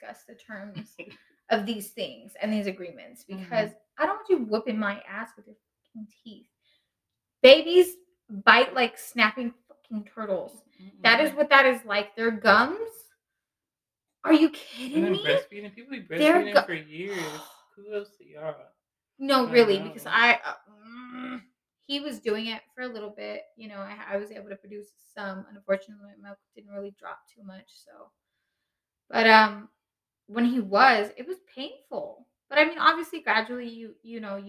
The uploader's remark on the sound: Thank you for returning and bearing with us as we continue to figure this whole audio situation out.